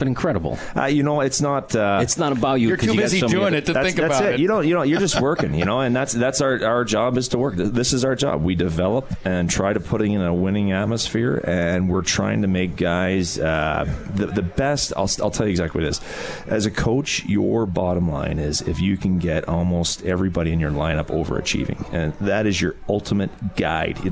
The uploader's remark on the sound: Live from Swifty’s for Comets Insider